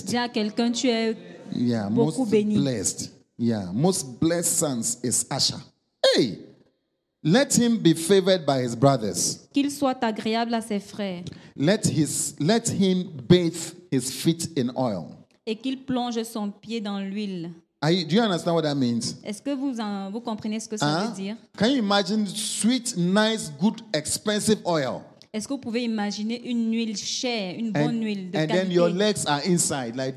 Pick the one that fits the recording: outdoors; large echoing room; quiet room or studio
large echoing room